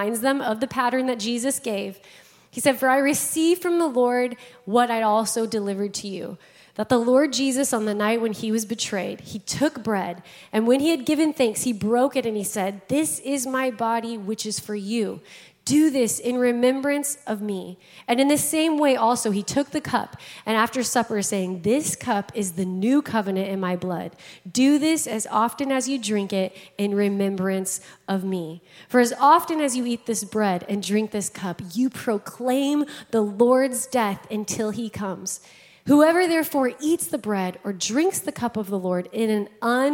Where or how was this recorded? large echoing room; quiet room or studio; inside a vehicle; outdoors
large echoing room